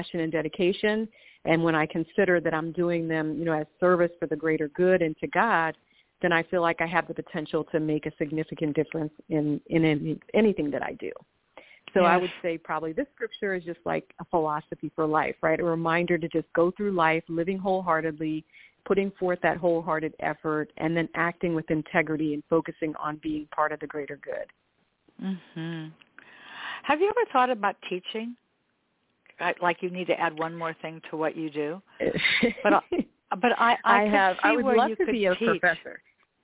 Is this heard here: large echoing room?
no